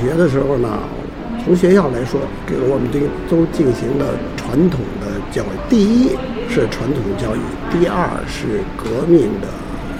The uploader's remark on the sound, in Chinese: 因为特殊原因，访谈的地点只能在一家披萨店里，环境音失控，本期节目的声音质量不佳，恳请听友们包容！